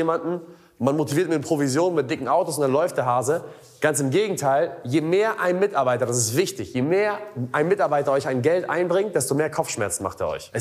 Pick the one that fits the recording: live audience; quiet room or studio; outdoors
live audience